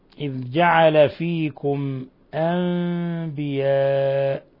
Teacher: ميم ساكنة جاء بعدها الهمزة لحكم التجويد إظهار شفوي، أنبياء مد متصل، وقلنا إن قالون ورش اللي هو نافع يبدلانها همزة أنبياء.